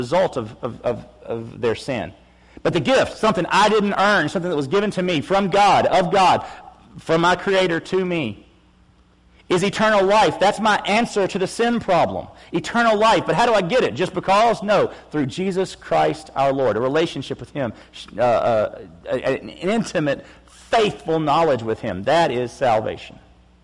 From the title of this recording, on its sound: August 7, 2016 PM Service